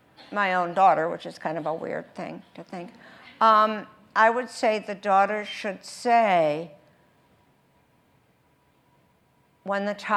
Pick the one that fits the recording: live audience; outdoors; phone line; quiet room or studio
live audience